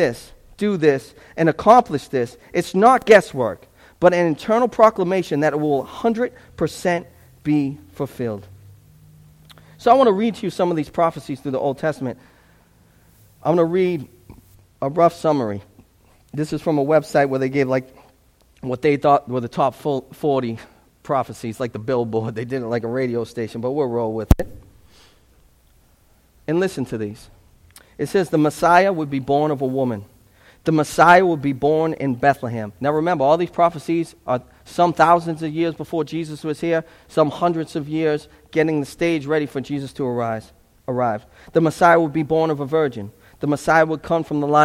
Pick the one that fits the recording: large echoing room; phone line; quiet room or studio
large echoing room